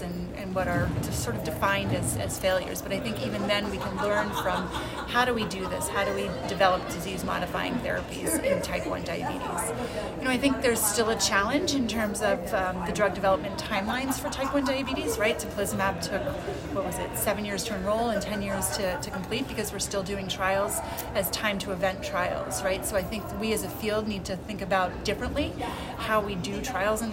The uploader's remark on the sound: recorded during the ADA 2023 Conference